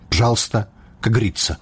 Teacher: у моўнай плыні ненаціскныя галосныя для эканоміі могуць зусім прападаць